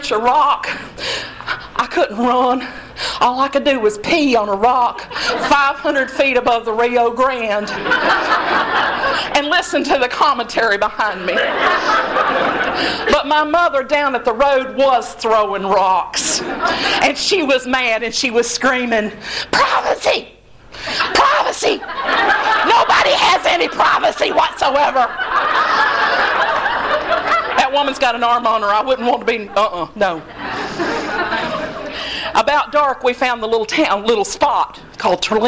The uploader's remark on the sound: Recorded at the Monti Storytelling Slam at Motorco Music Hall in August, 2012